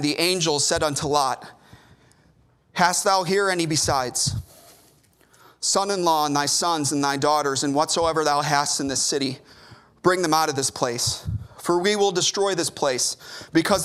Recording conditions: large echoing room